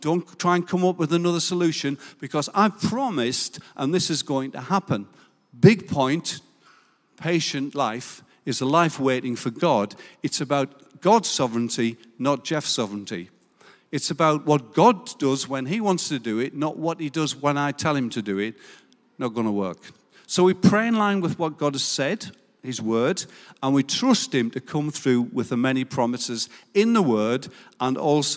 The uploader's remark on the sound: Recorded live at Life Church Lancashire 31st July 2022.